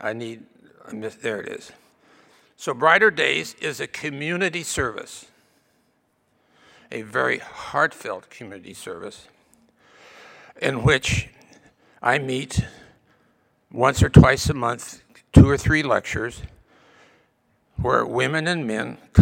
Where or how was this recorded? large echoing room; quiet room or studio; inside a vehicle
large echoing room